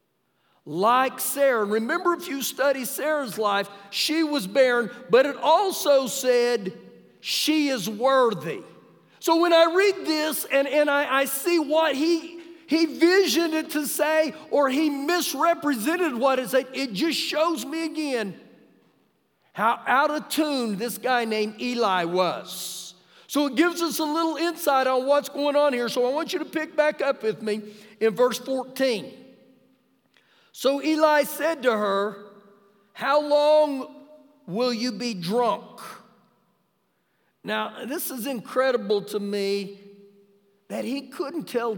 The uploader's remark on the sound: Ecorded live during our Wednesday night service.